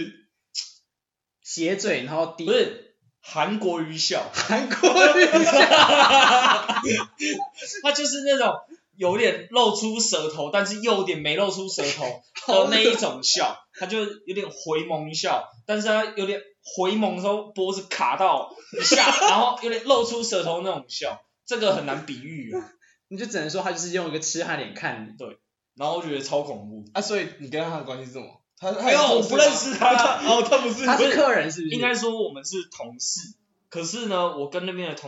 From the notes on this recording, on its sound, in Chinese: 因為還在各種嘗試錄音方式，音質可能會有落差。